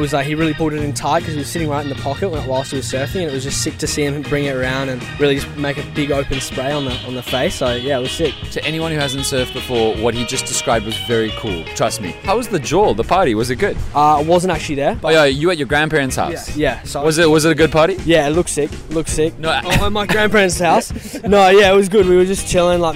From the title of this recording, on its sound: Live At The J Bay Open